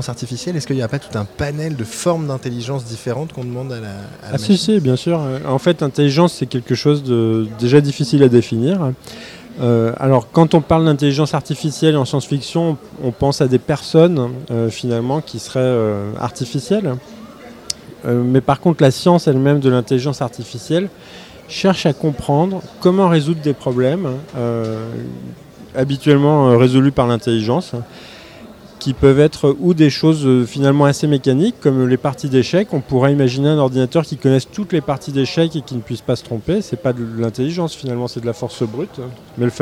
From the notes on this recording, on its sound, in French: enregistrée en direct des Utopiales le 29 octobre 2016